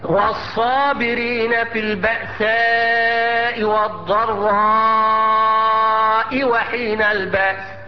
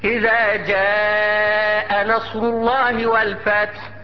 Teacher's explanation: ألف الصابرين الضراء ألف مفخمة تابعة للحرف اللي قبله، والألف إذا جاء ألف مرققة تابعة للجيم